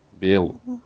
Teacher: Мы, э, значит, белу это ну, не туда ударение, это ударение идет на у, нам оно здесь не нужно. А у нас э, ударение идет на, на бе, на е